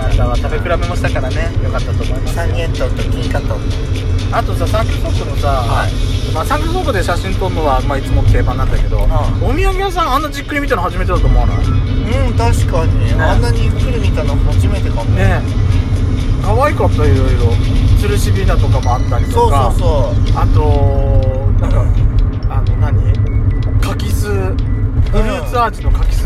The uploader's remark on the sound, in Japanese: ドスドライブ収録。ロードノイズゴメンね。山形庄内。